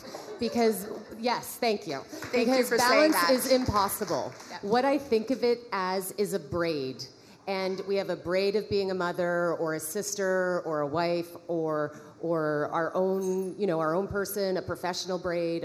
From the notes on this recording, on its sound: Fashion Week recently wrapped up in Toronto, and we recorded a special episode of the Brand is Female at an event held by Canadian outerwear brand Sentaler in honour of their partnership with SickKids, The Hospital for Sick Children in Toronto.